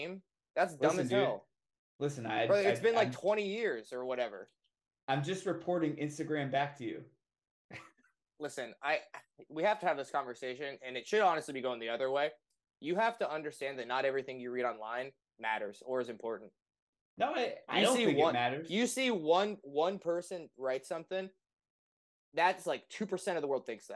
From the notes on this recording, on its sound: The mic audio didn't make it from GarageBand to Premier.